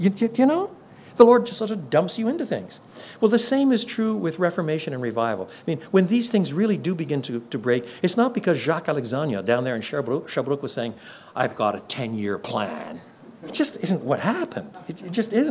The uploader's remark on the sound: Contains the full-length address he gave to church planters at the National In The Chute conference.